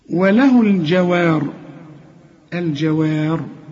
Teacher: الراء اللي قبلها مفتوح بنفخمها عند الوقف · Term: مفخمة